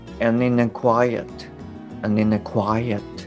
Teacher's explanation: います。で、えー、最初のですね and in a っていうのがまあ、今回ちょこちょこ出てきているその機能語なんですよね。なので短く適当に発音されてしまうっていう前提があります。でさらに、まあ、and の D ですね。でこの音っていうのはあの非常に脱落しやすいです。で D だけじゃなくって、えー、他にも T とかですねあとは、えー、K とか G P とか B なんかもそうですね。はい、こういったそのいわゆるまあ破裂音っていうんですけれどもこういったものっていうのはあの脱落しやすい音になります。ですので、え and の D ですね。で、これが落ちて、まあ、in とくっつく。 and in みたいな感じですね。で、さらにその後ろのあとくっつくっていうことで、えー、and in a quiet のところが and in a quiet and in